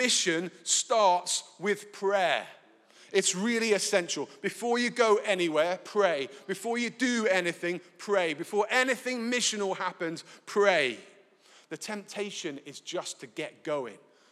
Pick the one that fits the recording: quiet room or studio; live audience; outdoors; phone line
live audience